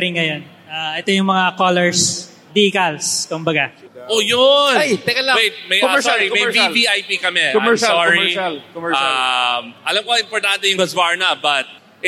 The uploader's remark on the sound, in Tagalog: First time namin mag-record kami ng live sa Metro Tent Convention Center sa Pasig City. First time din namin sa Philippine Motor Heritage Weekend.